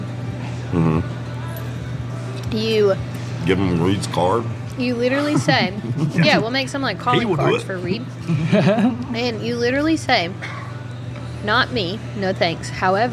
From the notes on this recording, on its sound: We met up at our favorite mid town spot (LIVE OAK NASHVILLE) to record a Friendsgiving podcast! There was food, laughter, and of course uncomfortable conversations.